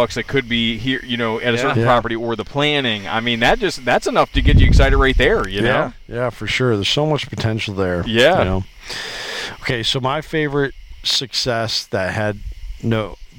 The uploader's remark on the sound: LIVE Around The Campfire